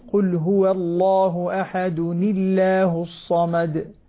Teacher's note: لأن التنوين كسر، فقاعدة لفظ الجلالة إذا سبقت بكسر ترقق، وإذا سبقت بفتح أو ضم تفخم، فلذلك هنا القاعدة انطبقت عليها، قل هو الله أحد الله الصمد هكذا.